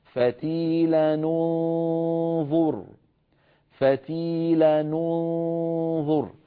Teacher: إخواننا الذين يقرؤون بقراءة نافع سواء من رواية قالون أو من رواية ورش يضمون هذا التنوين، يتخلصون من التقاء الساكنين بضم التنوين